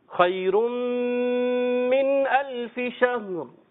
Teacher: شہر آخر میں ہا ساکن اور پھر ہا کے ساتھ ساتھ را کو بھی ساکن